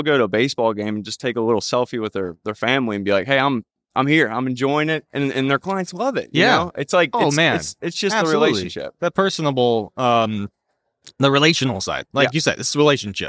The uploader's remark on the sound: A conversation recorded live from the Fearless Investing Summit.